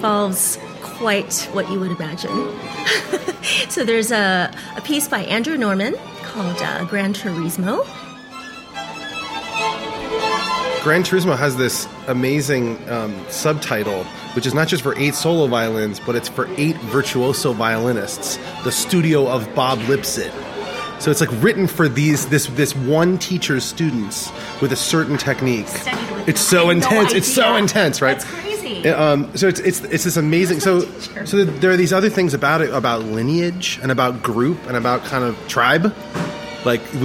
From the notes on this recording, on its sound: LPR Live brings the excitement of the live-concert experience back to life with recordings from Greenwich Village’s pioneering Le Poisson Rouge in New York City.